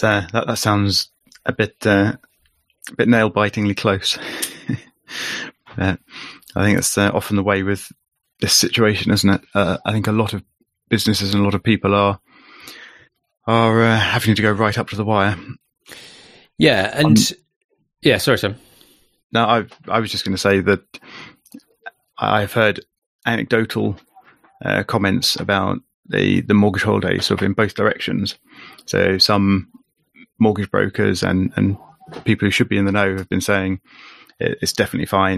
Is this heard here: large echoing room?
no